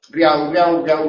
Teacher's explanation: Es pronunciar real como real y vocalizar la L en U y entonces queda riau